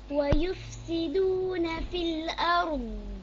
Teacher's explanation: في الأرض استطالة فقط بدون قلقلة.